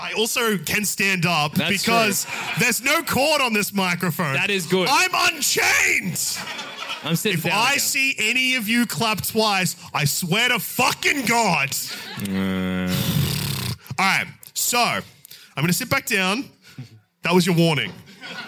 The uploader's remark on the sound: Live from the Apple Tree in London on March 22 as part of our London 2022 Tour.